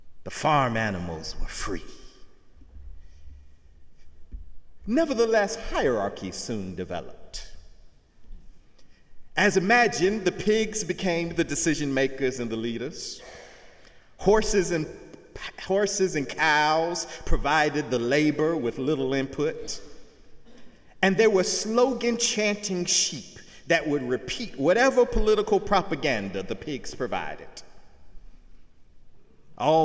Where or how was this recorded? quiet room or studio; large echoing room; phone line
large echoing room